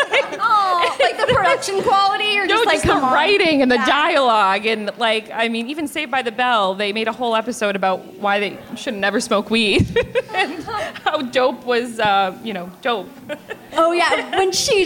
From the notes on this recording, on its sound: For all of you who were unable to make the Live Podcast - you're in luck!